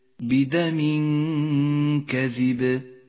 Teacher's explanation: بدم كذب التنوين جاء بعده حرف الكاف وهو من حروف الإخفاء، نخفي التنوين بالكاف مع بقاء غنة للتنوين من غير تشديد